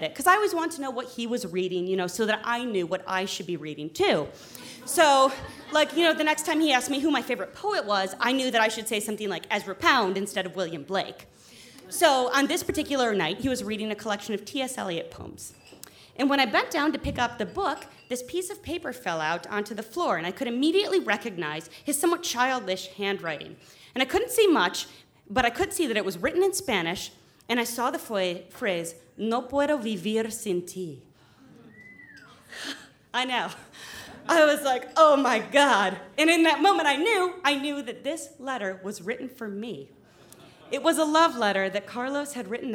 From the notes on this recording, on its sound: In this hour we’ll travel around the country to hear stories from our live open mic StorySLAM events: Louisville, Kentucky; San Francisco; Burlington, Vermont; Portland, Oregon; as well as the birthplace of the Moth StorySlam, New York City.